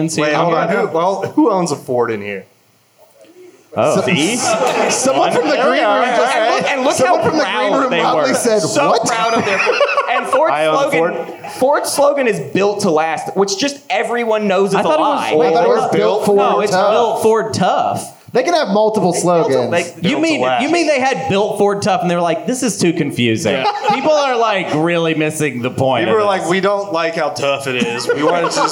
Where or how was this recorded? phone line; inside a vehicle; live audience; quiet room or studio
live audience